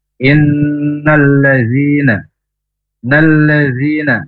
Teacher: huruf zal ujung lidah ke ujung gigi atas tetapi tidak nempel · Gunnah itu berdengung musyaddadah karena huruf nun yang ditasdid, yang bertasdid. Maka i langsung masuk ke n dan ditahan dua harokat. · Term: gunnah musyaddadah